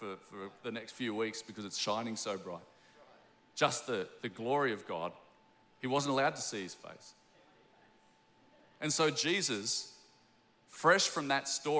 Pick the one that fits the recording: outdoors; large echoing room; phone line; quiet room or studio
large echoing room